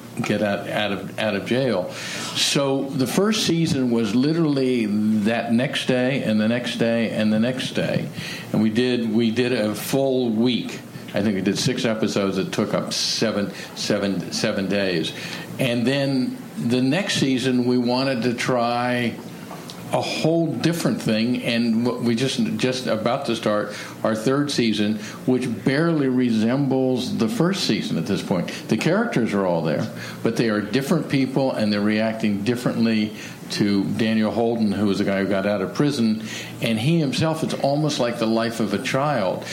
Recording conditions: live audience